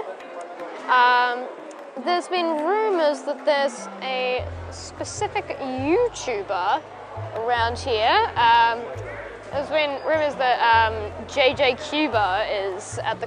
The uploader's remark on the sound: This episode I’m in Kensington for the Melbourne Mini Sunday comp.